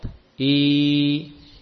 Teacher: Kasrah atau ya huruf mad, ya, hanya menaik, hanya naik sedikit, tidak sampai terlalu mendekat.